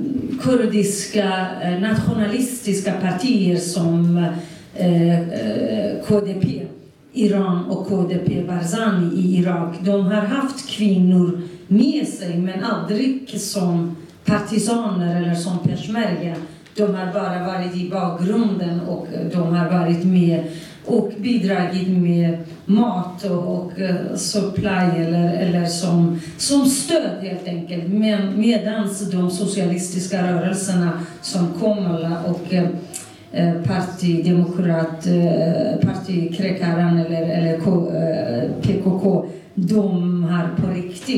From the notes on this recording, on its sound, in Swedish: På ett möte organiserat av Arbetarpartiet. Här kan du höra inspelningen från mötet.